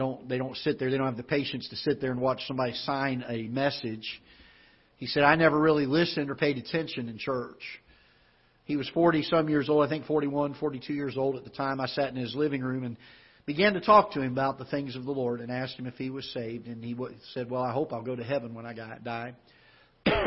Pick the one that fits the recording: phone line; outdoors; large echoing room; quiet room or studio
large echoing room